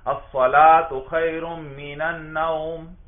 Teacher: یہ واو تو حرف مدہ ہے ہی نہیں، یہ تو کیا ہے حرف لین ہے، لہذا اس کو لمبا نہیں کرنا چاہیے